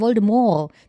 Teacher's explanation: Das T am Ende ist stumm.